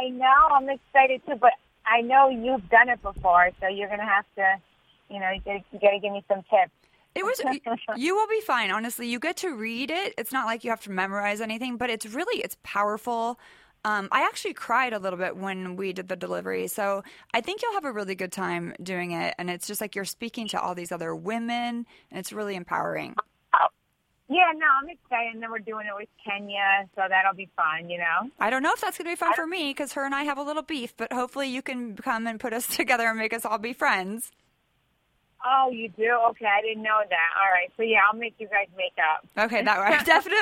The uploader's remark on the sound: on the phone